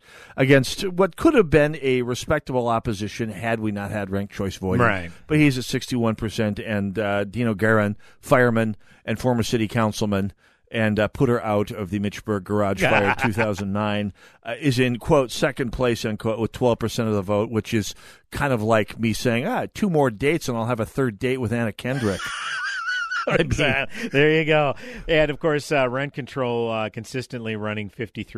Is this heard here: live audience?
no